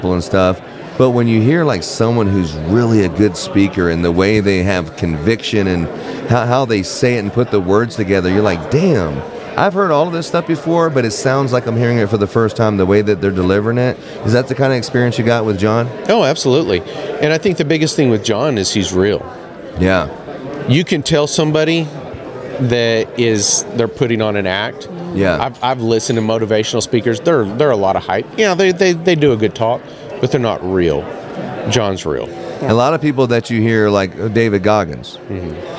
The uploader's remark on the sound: recording LIVE from Las Vegas